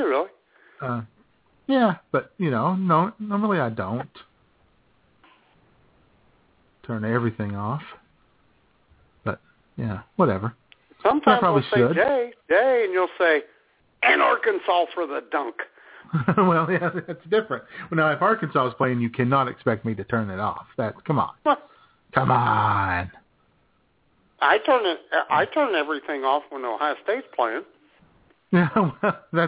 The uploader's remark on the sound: take your phone calls